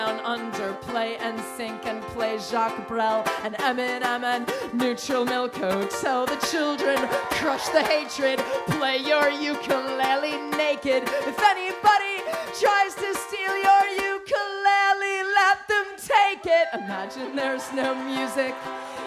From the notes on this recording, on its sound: Live From The Newport Folk Festival, 2013. Recorded live in concert from the 2013 Newport Folk Festival.